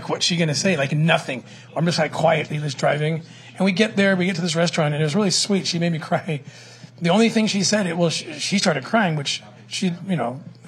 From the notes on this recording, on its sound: Live From Trump National Bedminster